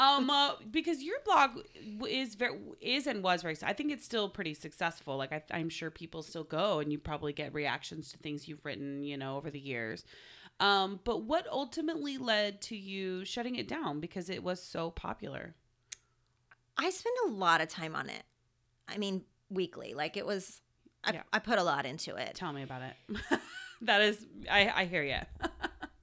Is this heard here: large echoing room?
no